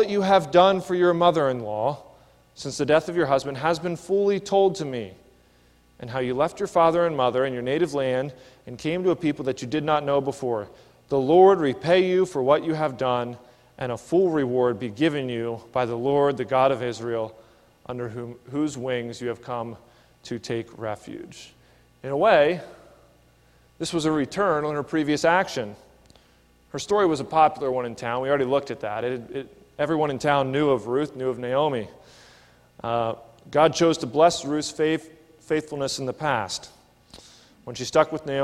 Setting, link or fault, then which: setting, large echoing room